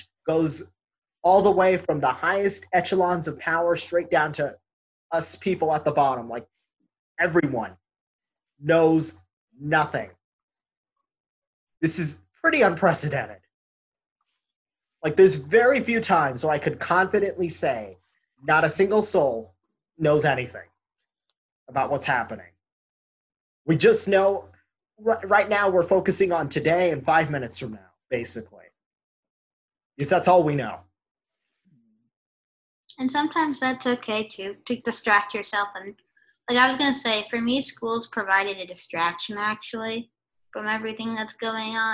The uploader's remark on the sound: We once again recorded this show via Zoom and we apologize for any quality issues with the audio, we are working out how to make it better.